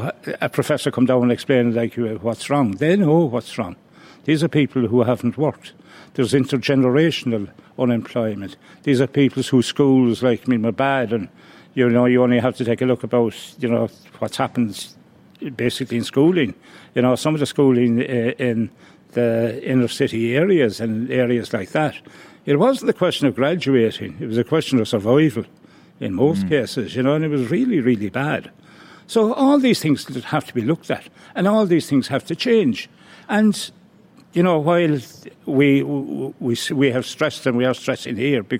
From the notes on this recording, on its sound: joined LIVE at the International Rugby Experience in Limerick